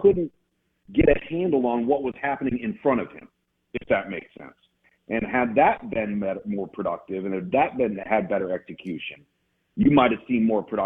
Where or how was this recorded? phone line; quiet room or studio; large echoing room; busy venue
phone line